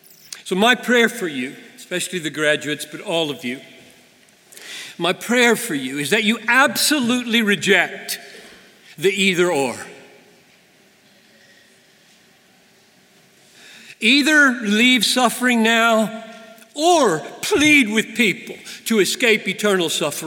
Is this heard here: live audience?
yes